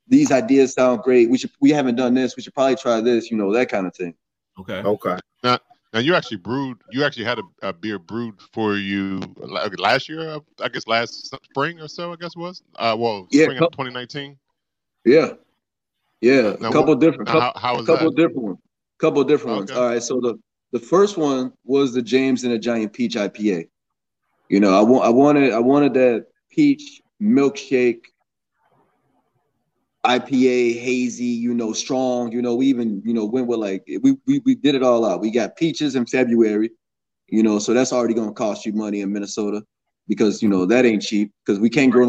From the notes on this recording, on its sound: social distancing virtual happy hour